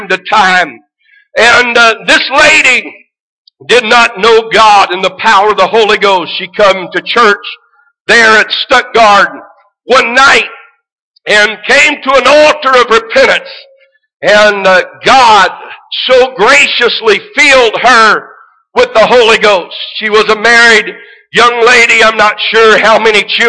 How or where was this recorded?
large echoing room